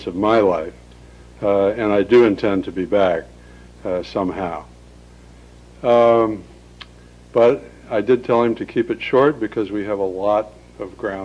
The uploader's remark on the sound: 2002 Lecture at Stanford